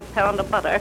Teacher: more people tend to say R's than used to, and she does not at the ends of words like butter · Term: R-less